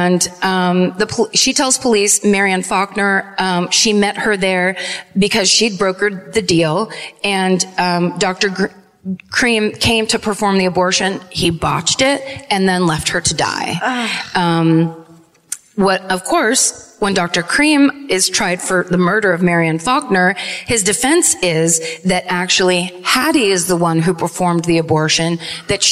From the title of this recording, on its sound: Live at the Hammersmith Apollo in London